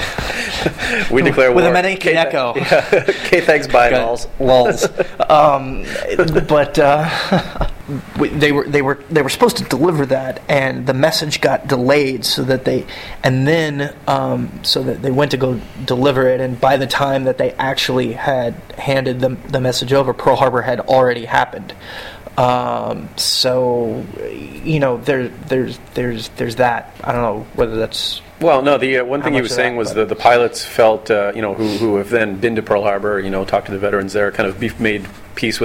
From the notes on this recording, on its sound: live from the AAS/ICAS (The Association for Asian Studies and the International Convention of Asia Scholars) Conference held in Honolulu